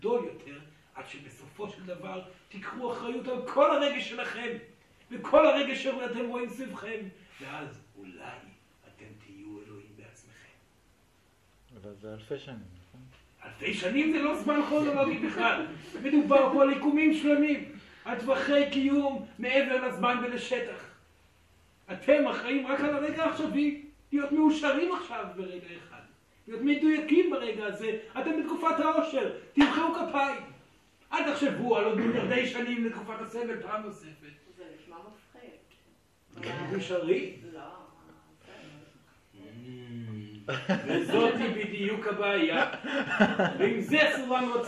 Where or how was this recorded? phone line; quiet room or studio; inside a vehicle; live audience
live audience